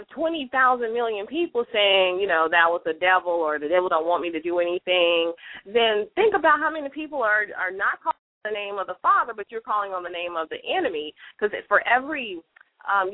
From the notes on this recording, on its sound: LML uses a progressive live call in format.